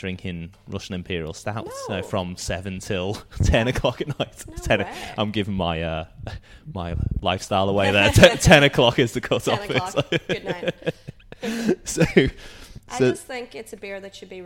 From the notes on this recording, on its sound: The episode was recorded at the brewpub in Collingwood.